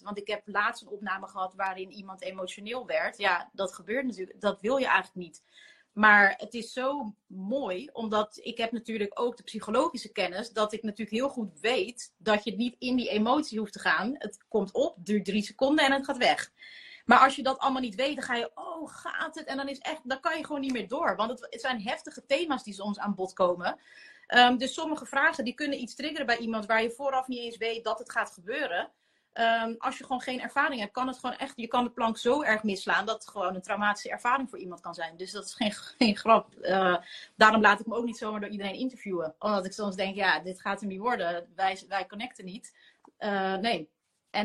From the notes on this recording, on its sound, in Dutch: die gemaakt is van een live gesprek op Instagram